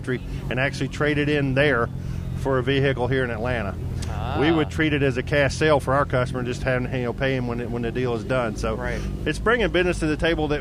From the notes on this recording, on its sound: LIVE from Caffeine and Octane with Gateway Classic Cars.